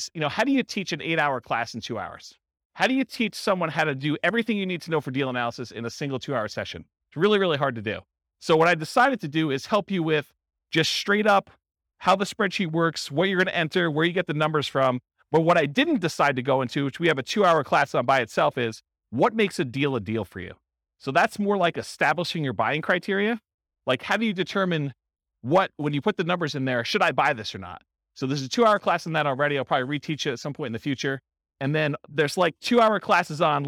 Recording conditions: live audience